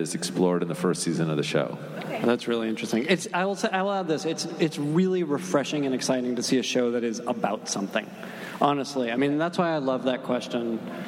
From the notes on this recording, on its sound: Recorded at NY Comic Con on October 9, 2015.